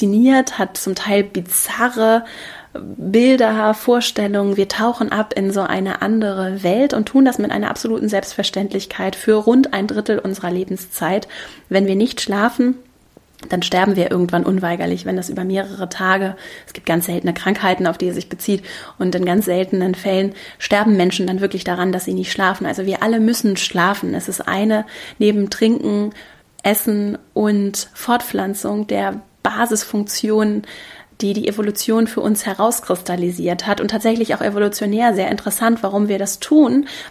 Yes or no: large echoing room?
no